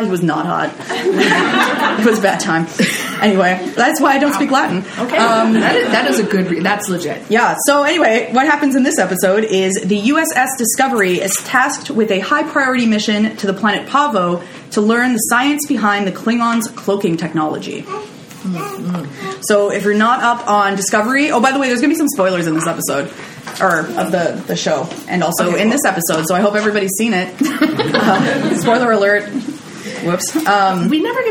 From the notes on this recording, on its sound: Live at McGill. Bringing us out before a live studio audience! This episode features a hilarious laugh track, and some fantastic audience participation!